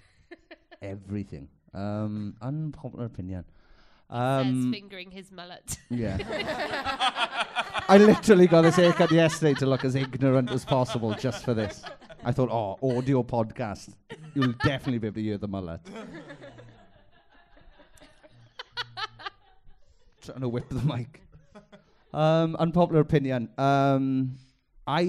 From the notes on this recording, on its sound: It's another LIVE SHOW, recorded live at the beautiful Chapter Arts Centre in Cardiff. A very chatty audience.